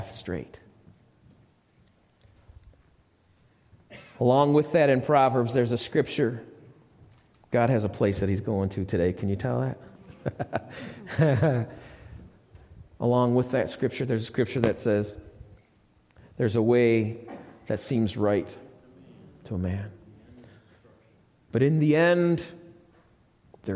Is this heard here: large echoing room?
yes